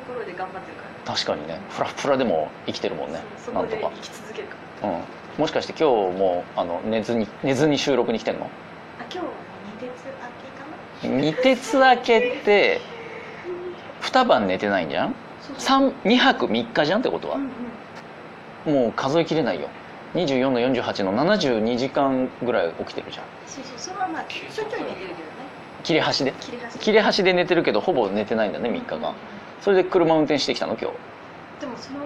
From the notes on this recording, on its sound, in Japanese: 初の屋外公開収録(ノー台本)に挑戦！